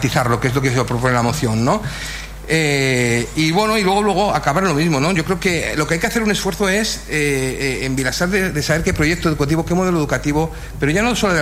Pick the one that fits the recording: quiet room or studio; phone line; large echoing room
large echoing room